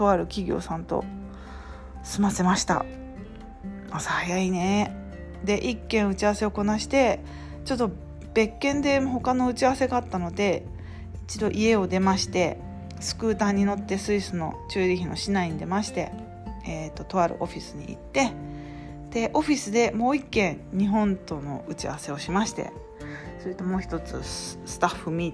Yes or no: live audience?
no